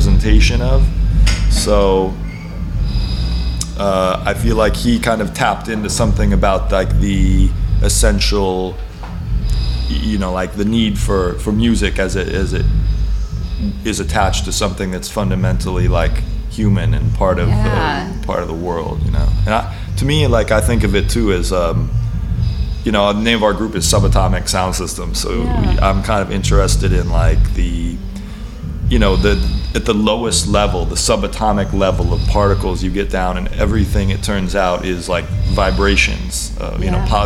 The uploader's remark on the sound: Back stage at their … Memorial Show at the Granada in Minneapolis.